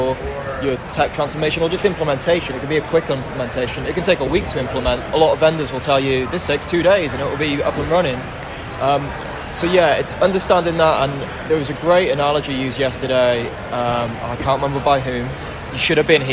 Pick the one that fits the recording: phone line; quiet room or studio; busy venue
busy venue